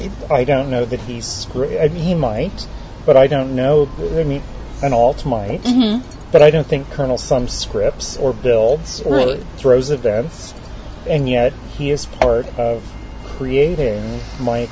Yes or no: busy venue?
yes